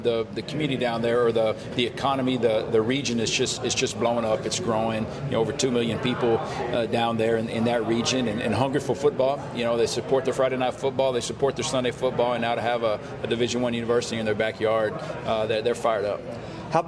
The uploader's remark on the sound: live from United Athletic Conference Media Day in Arlington, Texas